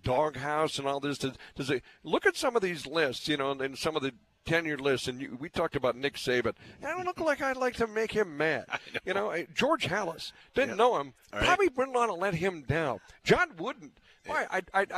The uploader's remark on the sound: broadcasting live from Bulldog Tap